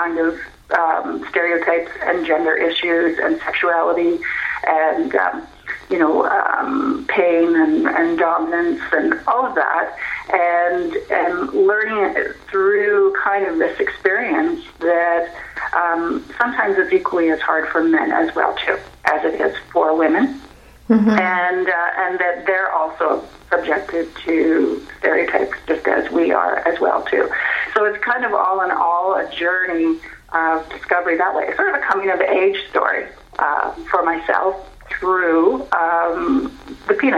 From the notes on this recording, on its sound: via phone